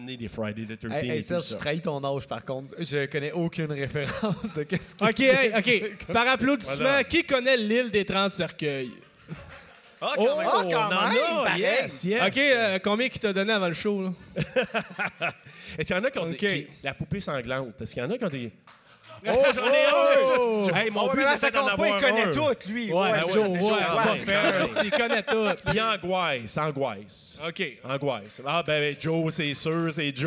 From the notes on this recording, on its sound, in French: Live au Festipod. Dans le cadre du Festipod, je présentais un épisode devant public pour la première fois.